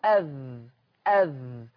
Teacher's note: طلعت طرف لساني مع اطراف الثنايا العليا · Term: الذال